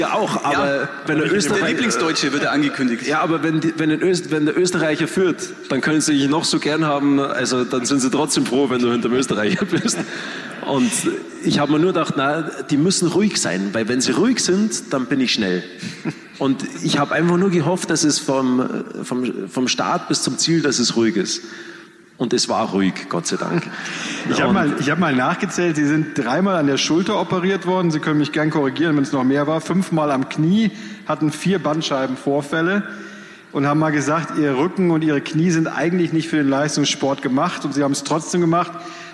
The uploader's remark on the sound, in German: bei unserer Veranstaltungsreihe "Augsburger Allgemeine Live" im Kleinen Goldenen Saal in Augsburg